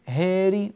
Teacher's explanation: في النهار هاري مقللة، ممتاز مية مية، لا يعني ألاحظ لك فيها شيئا، لكن نا مفتوحة. في النهاري طلع معاك النون والهاء مقللتان كلتاهما